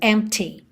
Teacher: O P é mudo, tá? E o T é marcadinho.